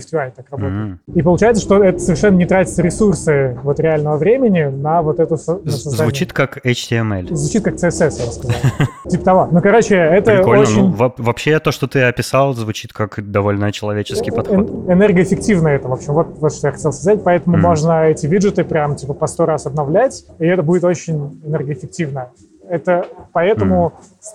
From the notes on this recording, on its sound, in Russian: Просим прощения за качество звука, так уж получилось.